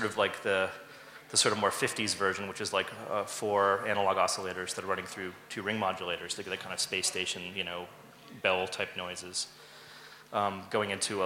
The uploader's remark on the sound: A Conversation at MusicMakers Hacklab. At CTM Festival, Berlin, January 2013. Part of the MusicMakers Hacklab curated by CDM.